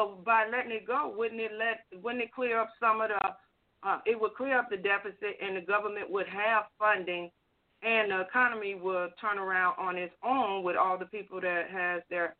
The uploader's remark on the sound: TNTSuperfantastic Conference Call